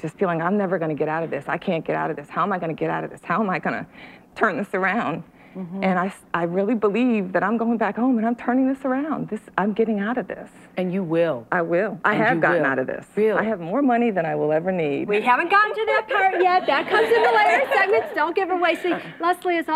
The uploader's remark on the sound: We hear from members of the audience who are deep in debt seeking advice.